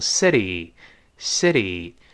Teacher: 当然读快之后呢，这个 t 会浊化